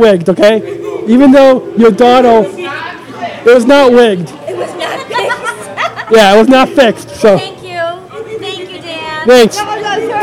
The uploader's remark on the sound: podcasting live from Armand's Pizzeria in LaGrange